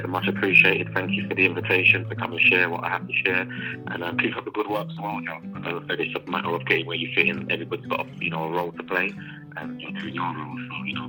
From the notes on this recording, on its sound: joined live on the line from Amsterdam